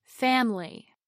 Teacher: the vowel I relaxes so much that we drop the whole syllable and turn it into family.